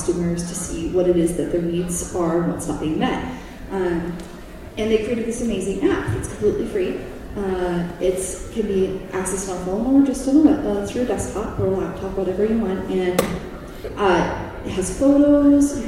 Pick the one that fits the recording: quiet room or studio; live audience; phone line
live audience